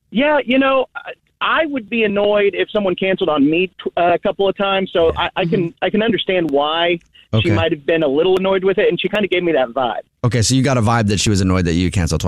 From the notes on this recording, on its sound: We get that other person on the phone